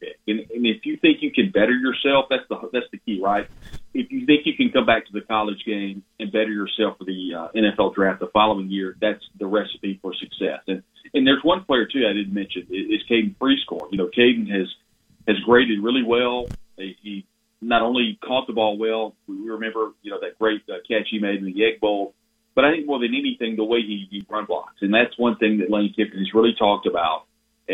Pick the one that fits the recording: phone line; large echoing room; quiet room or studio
phone line